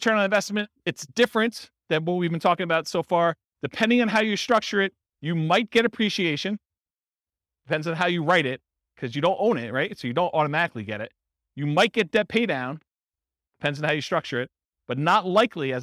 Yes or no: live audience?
yes